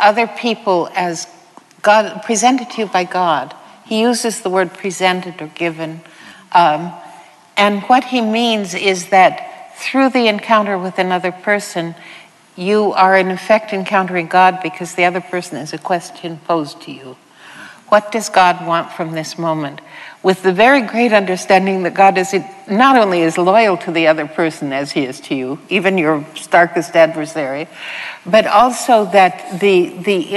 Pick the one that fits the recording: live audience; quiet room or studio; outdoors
live audience